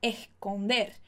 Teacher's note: Vocês estão vendo que eu estou fazendo muito o S aspirado